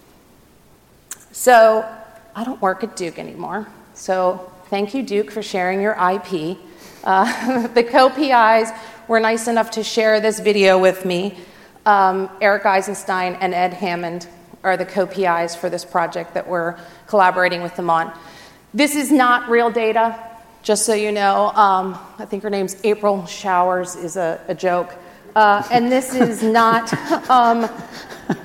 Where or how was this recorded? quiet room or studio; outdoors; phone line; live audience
live audience